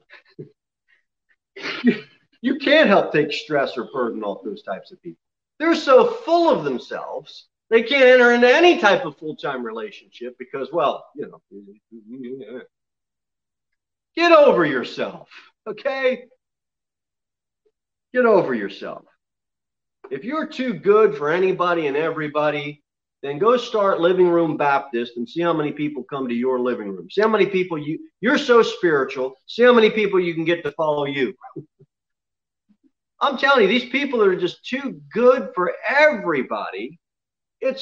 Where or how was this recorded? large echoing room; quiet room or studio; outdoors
large echoing room